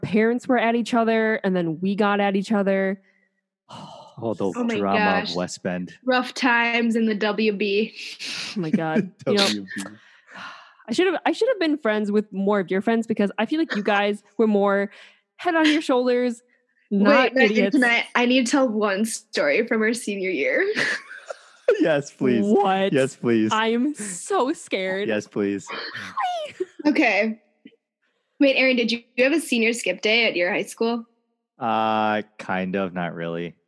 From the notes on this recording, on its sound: This is our first Zoom interview that we literally figured out while we were recording.